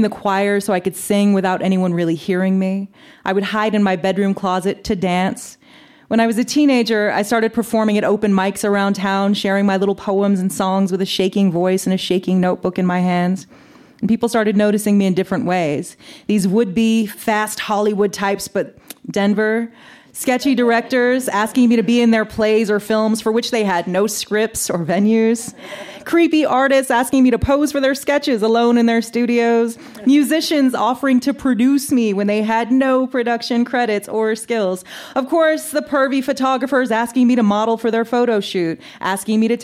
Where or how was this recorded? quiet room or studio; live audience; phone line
live audience